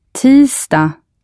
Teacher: All the days of the week end with a G, which is not pronounced.